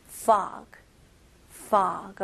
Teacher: fog 이렇게 나와야 됩니다. 그리고 모음이 살짝 길면 더 좋고요.